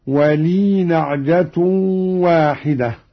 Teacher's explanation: قوله تعالى: ولي نعجة واحدة. قرأ قالون بإسكان الياء هكذا في الوصل: ولي نعجة واحدة.